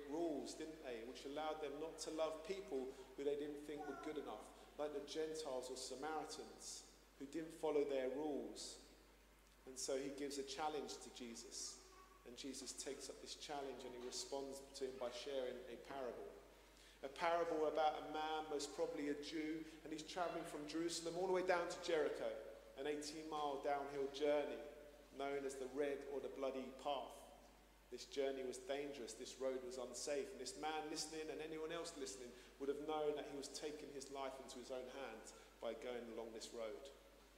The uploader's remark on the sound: Streamed live at St Paul's Shadwell